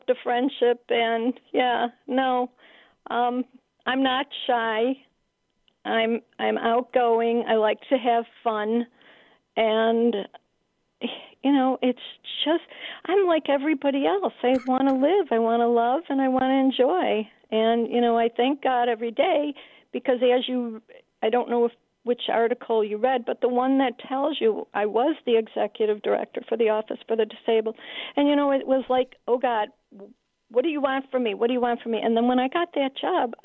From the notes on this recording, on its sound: taking your phone calls